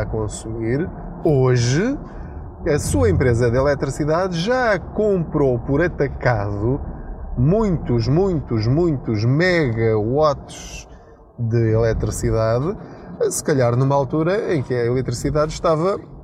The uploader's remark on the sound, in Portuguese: Não ligue aos barulhos da viagem.